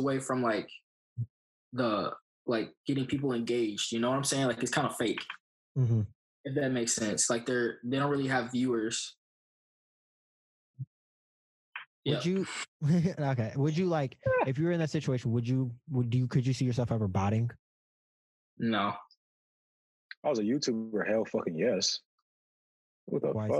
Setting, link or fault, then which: link, video call